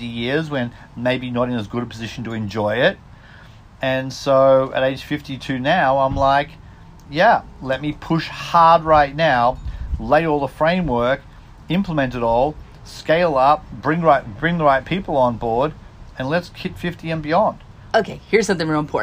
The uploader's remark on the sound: takes a moment on my front porch